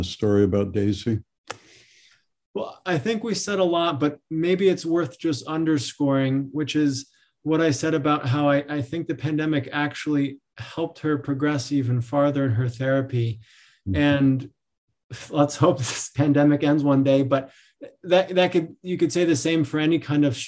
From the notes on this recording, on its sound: This episode features audio from one of our recent webinar presentations.